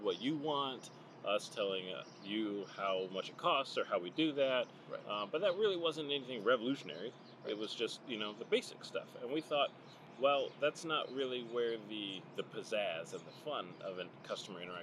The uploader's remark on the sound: Join us at the Inner Harbor (sorry for the extra noise).